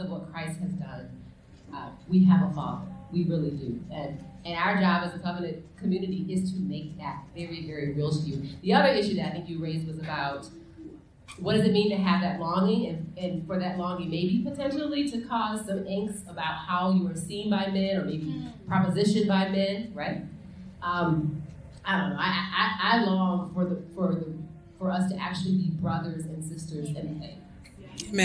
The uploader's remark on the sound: This time to do a LIVE AMA at this year’s #LDR2017! We used the room recording setup which apparently only pulled from one mic however picked up the room speakers of the other mic.